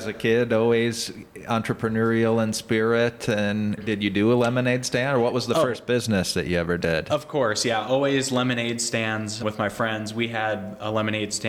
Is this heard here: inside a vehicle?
no